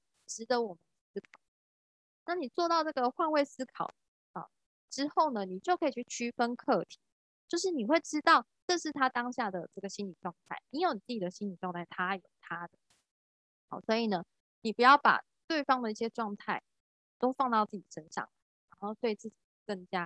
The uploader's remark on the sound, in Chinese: 聊聊好心芹ZOOM線上公益講座。